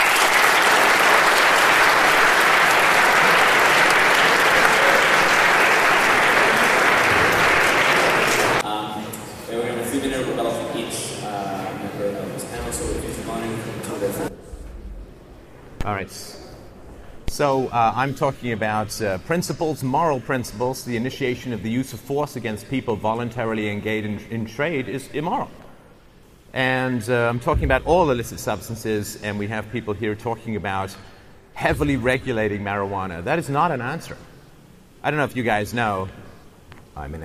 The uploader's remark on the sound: at the World Affairs Conference at Upper Canada College on February 4, 2014